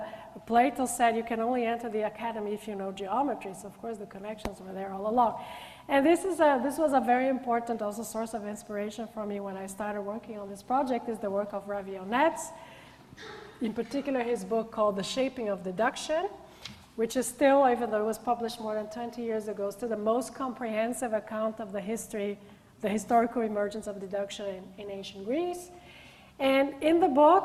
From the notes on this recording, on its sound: gives a public lecture